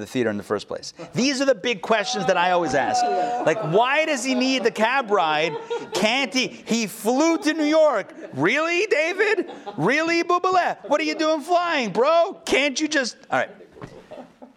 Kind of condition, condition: setting, live audience